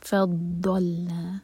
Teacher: رسول فضلنا، ضاد کے لیے ہمیشہ خیال رکھیں کہ زبان کی جو نوک ہے وہ نہیں یوز کرنی، ہم سائڈ سے ضاد کا مخرج نکالتے ہیں